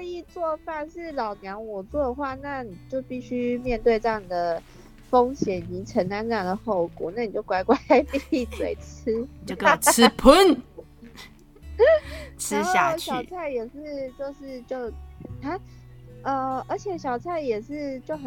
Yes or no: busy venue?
no